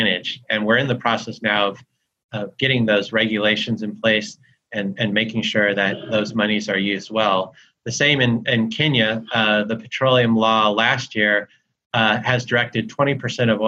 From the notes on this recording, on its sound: As part of a live webinar hosted in partnership with the Catholic Peacebuilding Network, part of Notre Dame’s Kroc Institute for International Peace Studies.